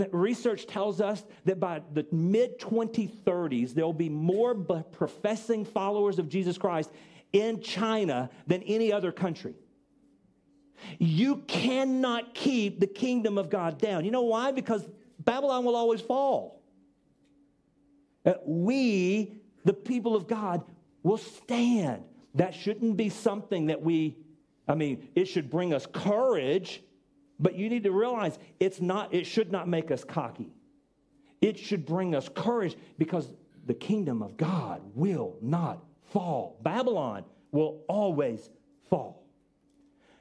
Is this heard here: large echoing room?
yes